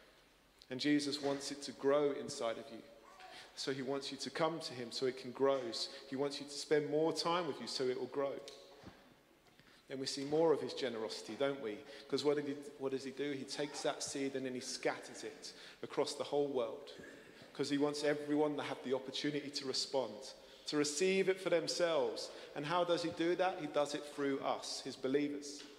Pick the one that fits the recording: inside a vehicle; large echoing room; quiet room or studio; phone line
large echoing room